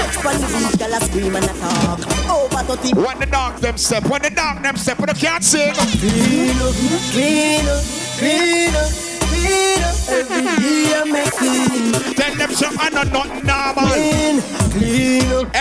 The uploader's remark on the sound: Ice Cream Sundaze 6/12/22 (LIVE AUDIO)